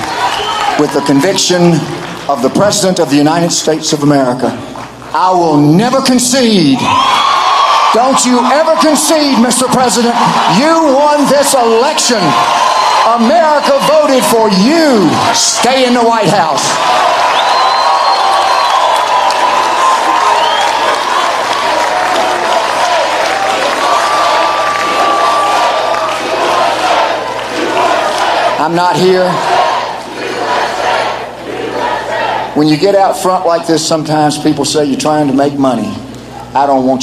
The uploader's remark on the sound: in Georgia today for "STOP THE STEAL" Rally LIVE